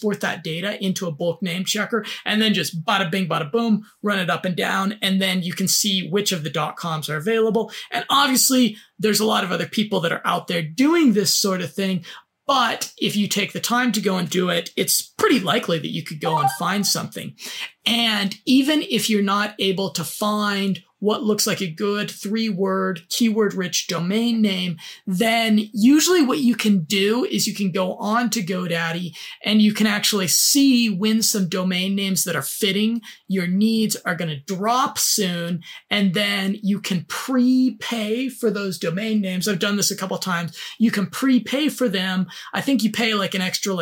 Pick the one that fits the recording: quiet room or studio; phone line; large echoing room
quiet room or studio